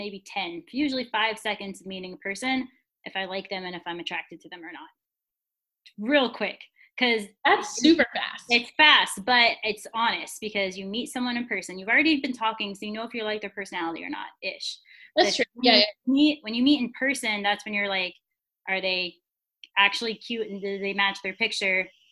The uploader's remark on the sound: Our first Zoom recording episode!